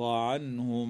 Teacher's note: النون الساكنة من كلمة عنهم حكمها الإظهار الحلقي، وأما الميم الساكنة في هذه الكلمة فتدغم في الميم بعدها